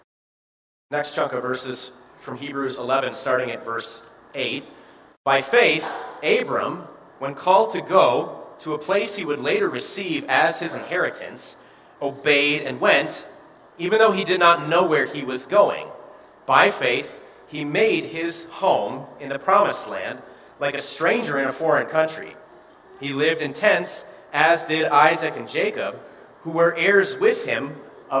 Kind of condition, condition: setting, large echoing room